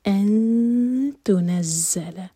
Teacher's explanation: یہاں پر تا کے لیے اخفا، نون کی آواز کو چھپائیں گے